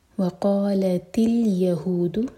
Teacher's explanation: قاف ہیوی اور دو حرکہ لمبا، مد طبعی